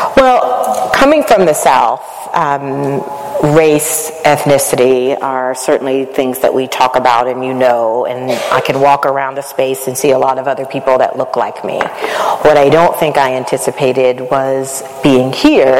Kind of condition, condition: setting, live audience